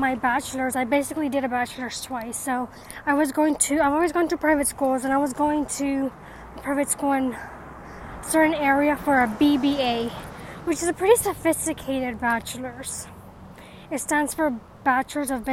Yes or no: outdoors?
yes